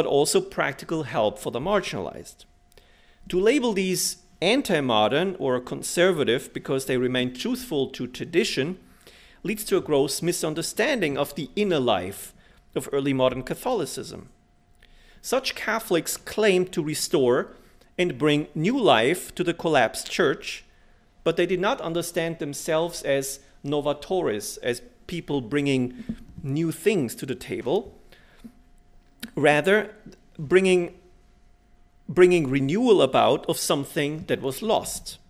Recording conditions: large echoing room